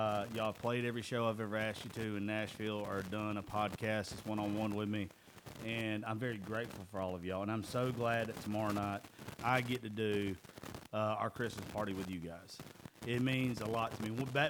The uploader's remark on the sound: Live From Back Road Park & Event Venue